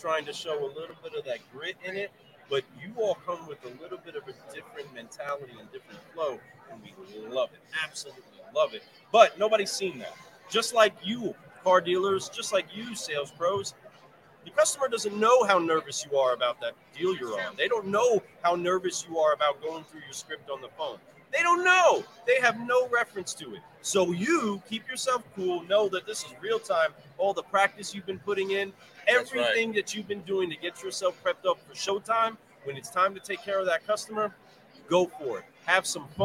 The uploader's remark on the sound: while at the 2023 NIADA Accelerate Conference